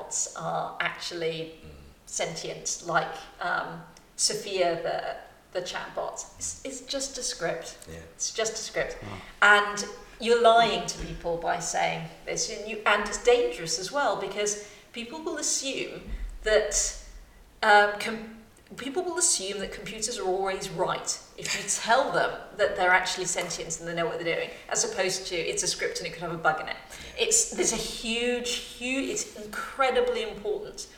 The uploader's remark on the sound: This episode was recorded at Stantons Coffee House , Bush Hill Park, Enfield. This episode was recorded at Stantons Coffee House , Bush Hill Park, Enfield.